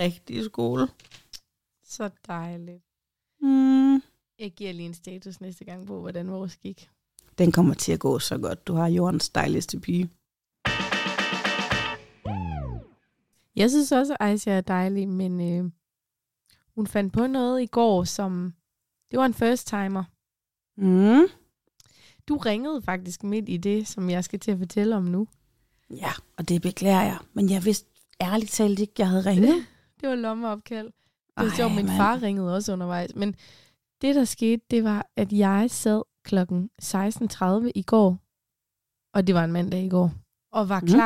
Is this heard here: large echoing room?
no